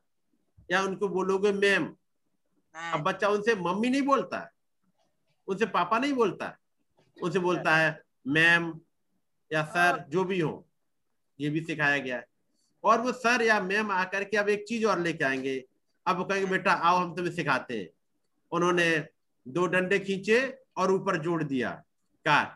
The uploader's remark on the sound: Zoom Meeting.